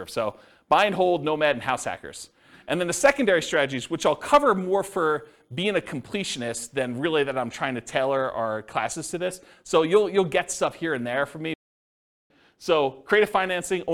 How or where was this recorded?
live audience